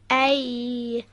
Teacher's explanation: از بین وسط زبان و سقف دهان به صورت سایشی و نازک به تلفظ در میاد و تارهای صوتی رو هم به ارتعاش در میاره. · Term: حرف یا